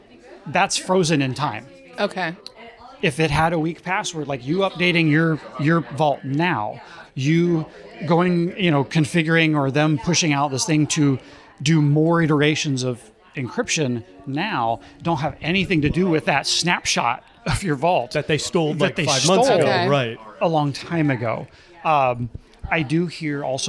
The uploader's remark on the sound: Live from the Securing Sexuality conference. Take questions from callers about secure collaboration and password managers live from the Focivity booth at the Securing Sexuality conference in Detroit.